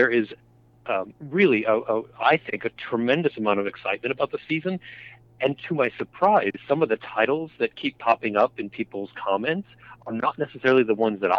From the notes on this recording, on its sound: By phone to discuss the new season.